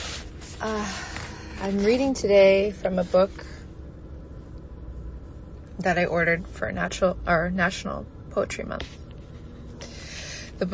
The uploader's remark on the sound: I was unsure if I wanted to share this recording that I did hungover, tired, dehydrated, and right after work in my car. I record each episode in one take without a script and no edits.